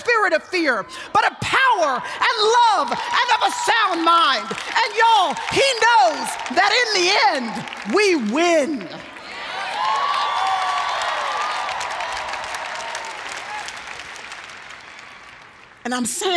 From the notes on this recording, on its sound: Speaks at the 2018 Passion Conference for TBN’s Praise.